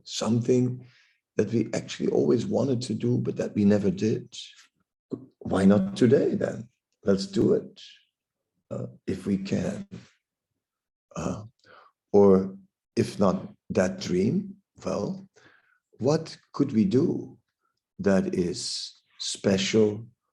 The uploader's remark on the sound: Zoom Meeting